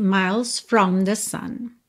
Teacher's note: do L você vai direto para o S